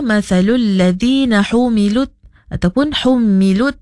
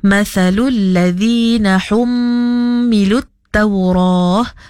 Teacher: kena hum, kena ditahan dua harkat, kena didengung · Shown in: second take · Term: wajibul gunnah